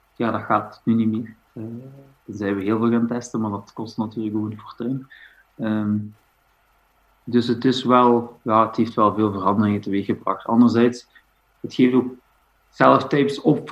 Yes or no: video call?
yes